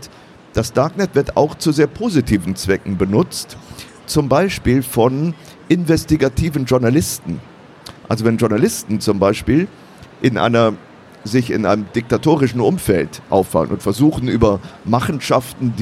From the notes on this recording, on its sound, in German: live am Messestand